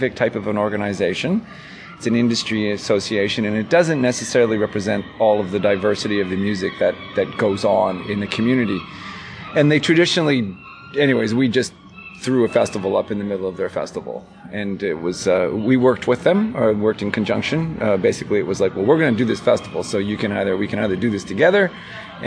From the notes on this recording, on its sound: We we talking outside near a coffee shop, so you're going to hear some of the sounds that make Uptown Saint John what it is (seagulls and coffee drinkers).